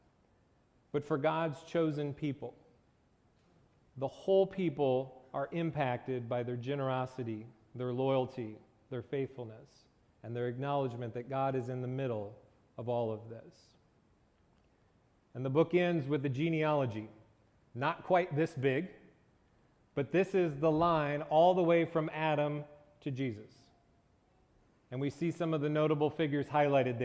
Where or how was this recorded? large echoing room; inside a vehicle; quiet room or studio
large echoing room